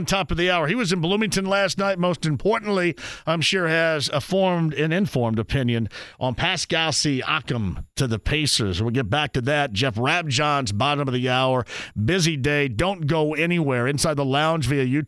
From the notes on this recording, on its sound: He opens the phone lines back up and takes some more calls from Pacer fans!